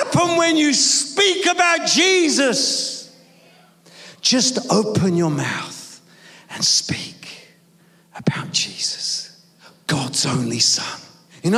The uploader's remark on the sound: preaching at a Church in Thailand